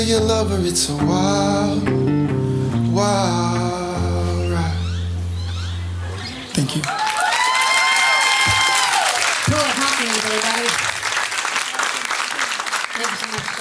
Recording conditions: busy venue